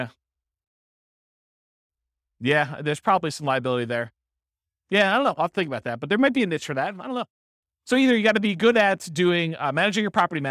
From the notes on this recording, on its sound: This was a live class recorded